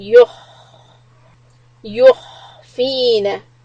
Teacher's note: from ya dhamma yu to kha, you hold the sound yukh.